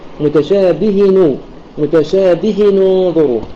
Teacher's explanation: فإذا قرأنا بضم نون التنوين نبدأ بكسر الهاء متشابه ثم نأتي بضم نون التنوين